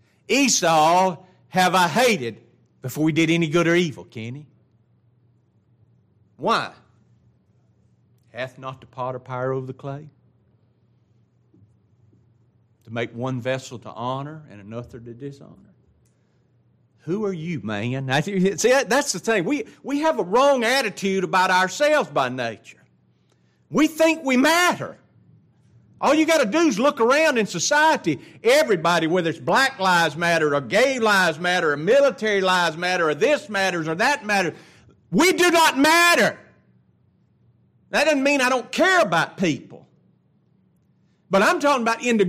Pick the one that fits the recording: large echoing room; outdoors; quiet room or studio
large echoing room